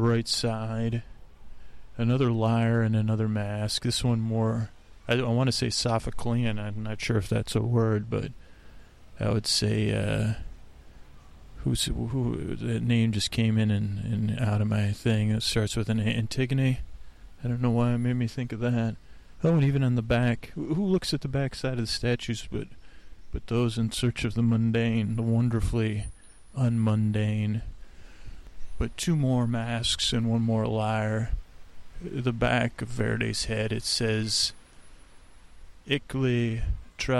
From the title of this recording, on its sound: On Location at Golden Gate Park